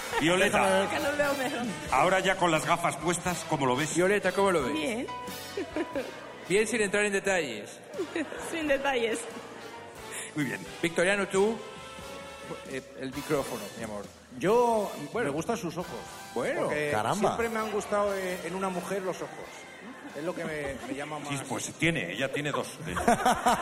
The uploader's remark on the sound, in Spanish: Las Mañanas KISS en directo desde MADRID. Nos hemos ido hasta el Espacio Maldonado de Madrid para disfrutar de un programón en directo.